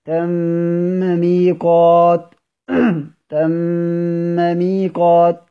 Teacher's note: الميم الأولى مشددة فمنعت الإدغام